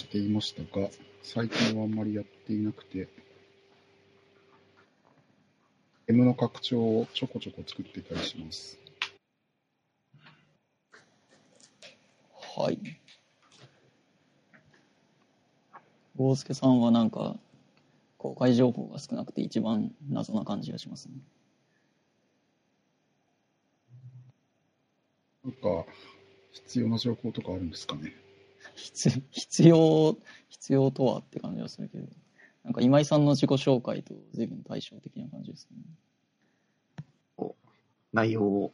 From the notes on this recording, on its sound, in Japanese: Discord上での収録です。